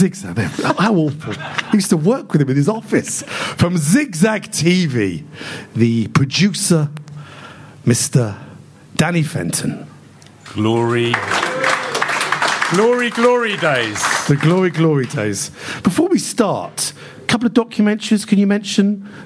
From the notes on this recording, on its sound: In a live audience recording